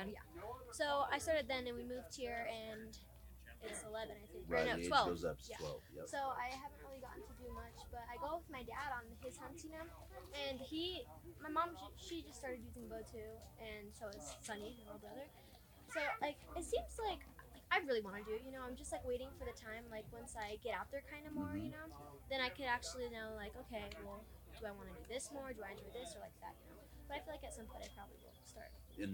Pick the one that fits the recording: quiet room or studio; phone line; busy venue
busy venue